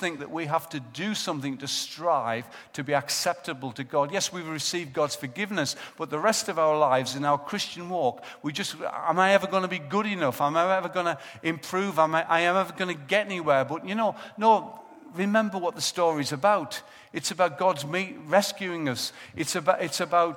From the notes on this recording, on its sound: Recorded live at Life Church.